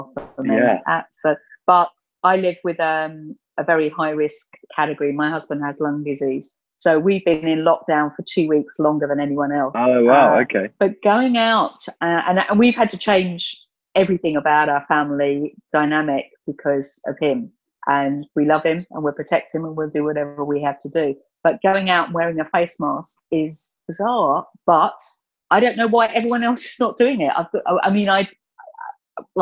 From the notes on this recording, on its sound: We recorded this episode via Zoom, and we were at the mercy of my provincial internet connection, so I hope you don’t mind if I sometimes sound a little muffled.